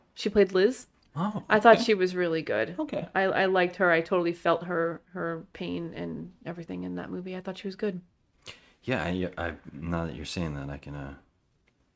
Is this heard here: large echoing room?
no